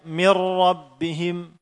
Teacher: Sama sekali nun sukun itu hilang. Tanpa ada gunnah tersisa. · Term: idgham yang sempurna